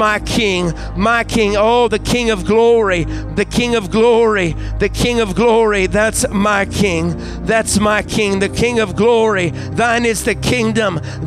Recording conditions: large echoing room